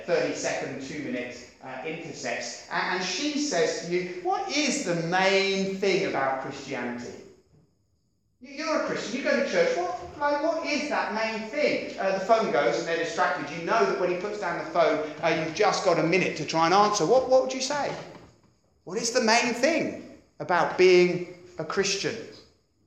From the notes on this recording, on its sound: at Beacon Church, Beacon International Centre on 26th Feb 2017